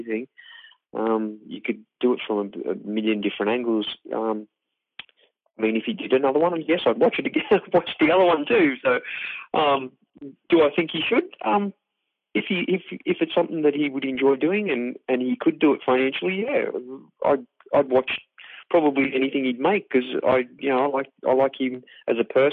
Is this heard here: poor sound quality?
no